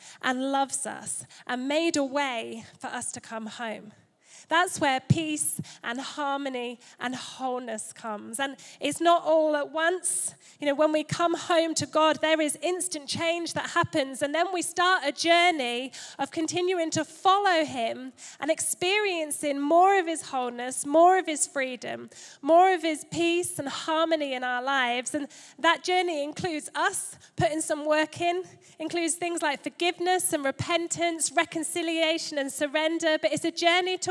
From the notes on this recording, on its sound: Recorded Live at Life Church Lancashire.